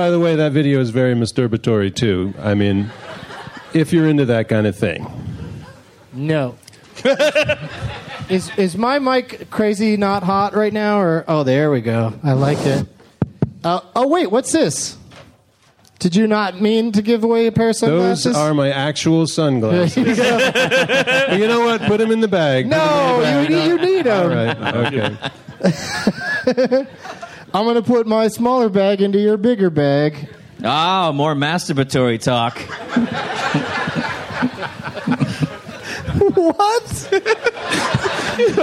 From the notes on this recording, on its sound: Live from Cap City Comedy Club in Austin, TX